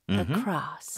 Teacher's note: 강세는 cross에 들어가니까 어는 짧고 약하게